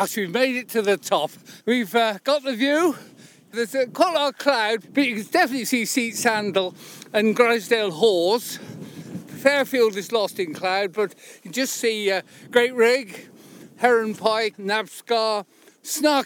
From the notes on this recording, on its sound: We climb one of Grasmere's low-level favourites to dine in a dell. Setting out along the old drove road from Allan Bank.